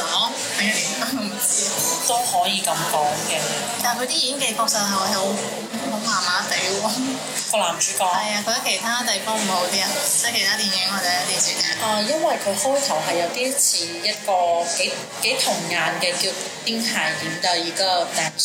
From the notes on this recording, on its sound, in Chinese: 这次在外面录制很吵